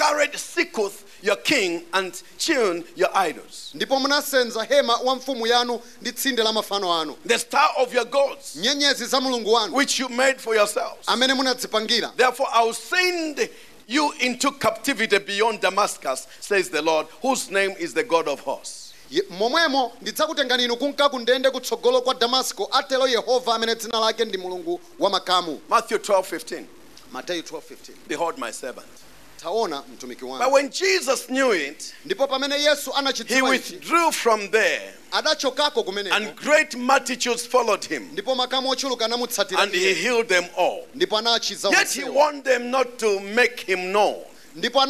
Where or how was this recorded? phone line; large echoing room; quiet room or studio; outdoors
large echoing room